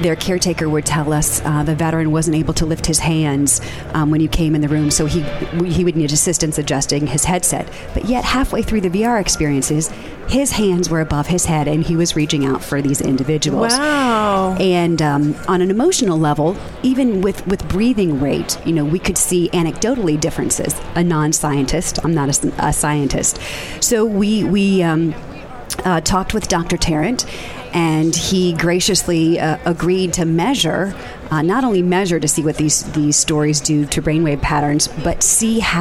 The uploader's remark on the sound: Day 2 Live at NAB show 2017! To bring you all the digital thought leadership live from the NAB show 2017 Advanced Advertising Pavilion.